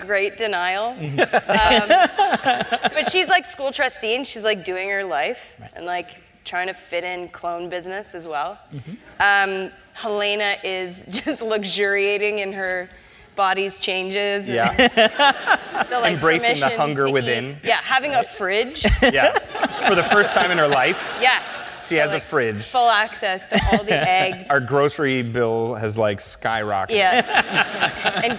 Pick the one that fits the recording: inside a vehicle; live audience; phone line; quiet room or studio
live audience